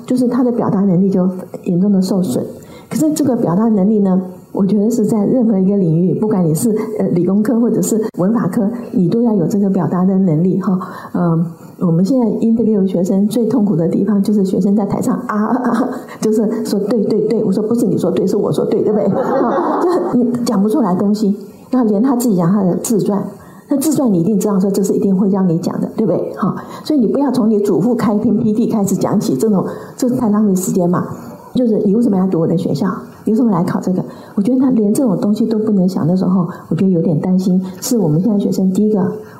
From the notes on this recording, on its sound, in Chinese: 本集內容取自天下文化主辦的《如何跟上變化多端的世界》新書分享會現場錄音。